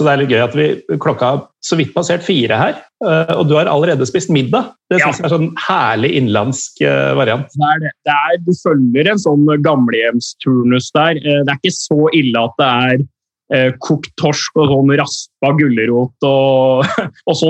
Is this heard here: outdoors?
no